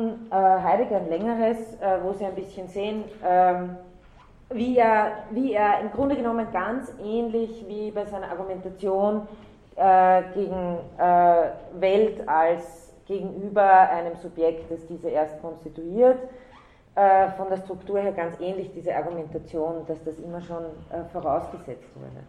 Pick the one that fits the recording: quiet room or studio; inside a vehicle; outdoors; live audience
live audience